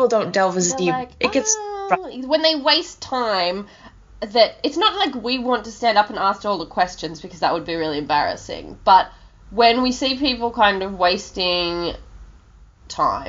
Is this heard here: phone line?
no